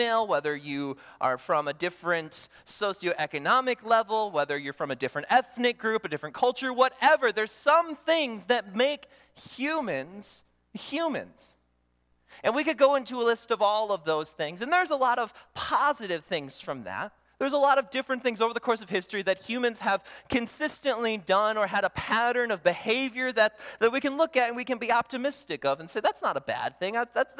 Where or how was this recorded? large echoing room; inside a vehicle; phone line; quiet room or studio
large echoing room